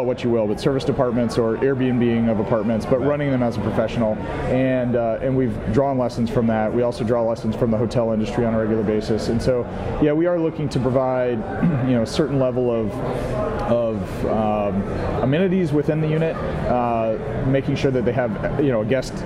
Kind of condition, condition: setting, busy venue